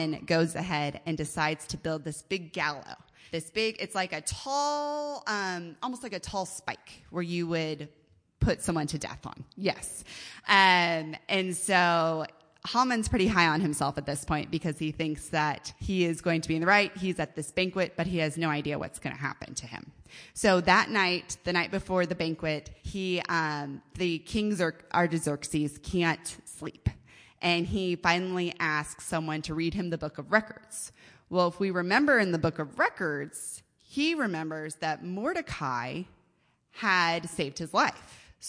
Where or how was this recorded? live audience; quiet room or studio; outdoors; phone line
live audience